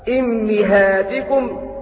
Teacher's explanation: وأما حمزة قرأ بكسر الهمزة والميم معا فيقرأ هكذا إمهاتكم في المواضع الأربعة إمهاتكم.